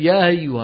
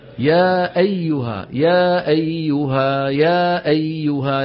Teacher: لابد من بيان الهمزة المحققة، ضعف صوتها عند الوقف · Shown in: second take · كمان هذه بسبب عدم قرع أو عدم التصادم بين الوترين الصوتي.